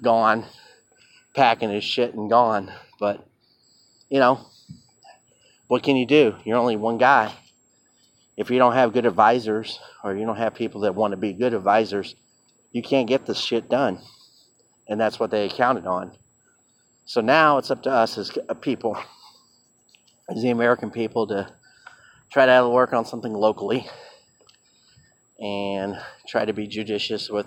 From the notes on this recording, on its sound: Random thoughts while walking at Purdue University.